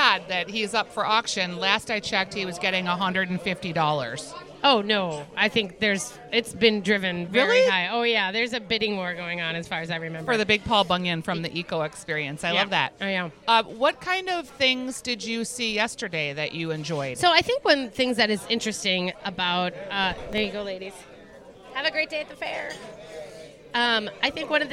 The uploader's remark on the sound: Live from the Salem Dining Hall